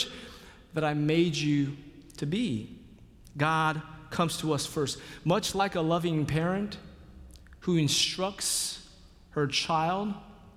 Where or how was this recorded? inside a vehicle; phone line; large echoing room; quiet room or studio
large echoing room